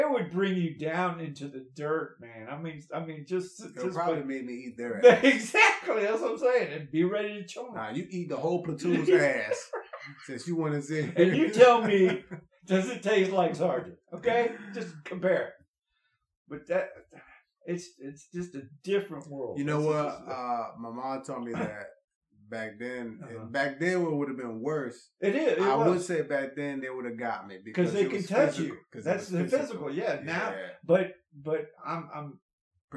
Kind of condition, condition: fault, poor sound quality